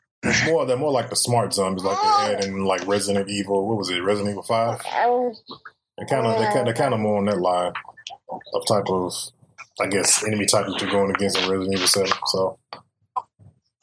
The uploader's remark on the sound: We apologize for the quality issues in this episode